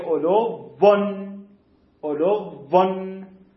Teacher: واو اولی ساکن واو دومی متحرک کنار هم دیگه قرار گرفتن ادغام میشن حرکت دومی هم میارشون میشه علو ون علو ون.